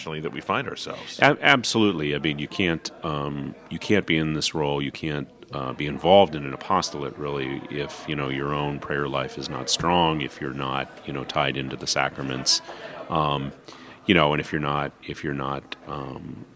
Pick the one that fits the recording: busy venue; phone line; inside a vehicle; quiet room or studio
busy venue